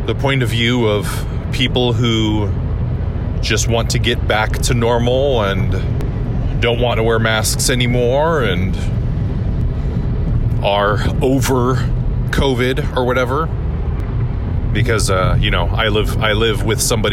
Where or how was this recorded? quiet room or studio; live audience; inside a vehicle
inside a vehicle